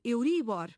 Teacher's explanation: Em inglês, a pronúncia é como palavra grave.